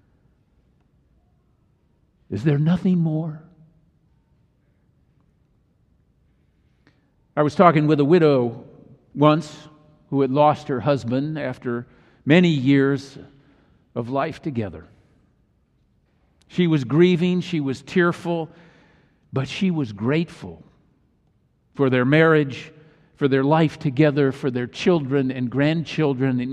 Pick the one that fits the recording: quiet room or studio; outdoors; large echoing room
large echoing room